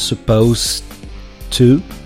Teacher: The pronunciation is with an S sound, supposed to, and the to kind of blends with the final T sound of supposed